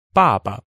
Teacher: Ba is fourth tone, and the second one is also neutral tone.